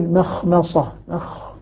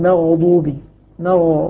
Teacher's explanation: الخاء مهموسة، الغين مجهورة